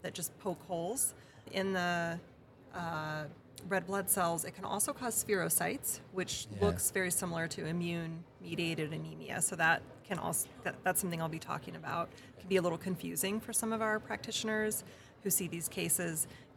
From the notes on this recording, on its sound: IVECCS '23 Day 1 Live Podcast Highlights. We’ll post a short highlights reel every day from our conversations with the amazing speakers at IVECCS '23.